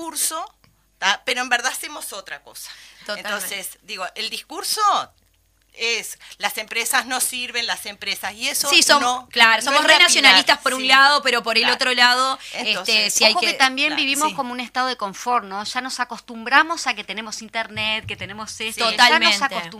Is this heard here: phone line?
no